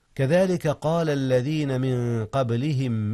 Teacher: قلقلة الباء إذ هي ساكنة